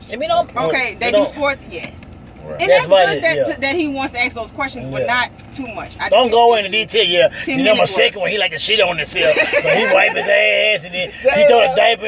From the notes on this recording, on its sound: In The Truck.